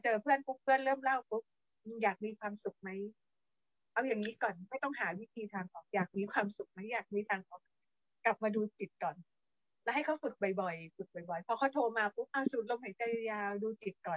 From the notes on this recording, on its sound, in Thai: ธัมม์Mind Live ผ่าน Zoom ประจำเดือนกันยายน 2565